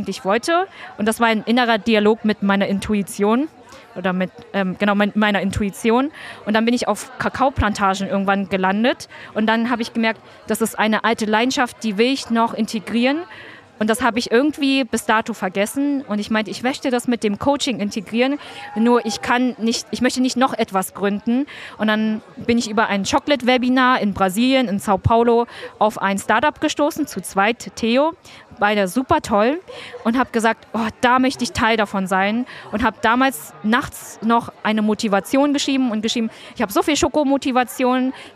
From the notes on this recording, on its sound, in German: Auf dem ISLE OF MIND Festival haben wir diese Folge mit ihr aufgenommen.